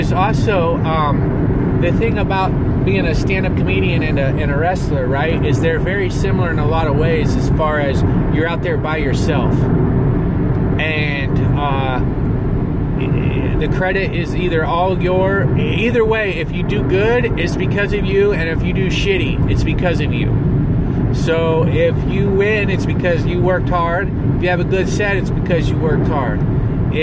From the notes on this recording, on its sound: Driving Back From Grand Canyon.